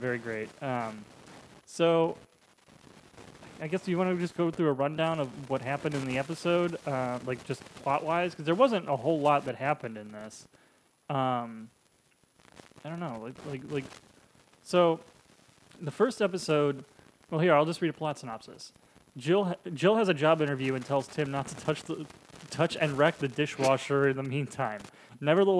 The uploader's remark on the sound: Sorry for the shitty sound, it gets better I swear!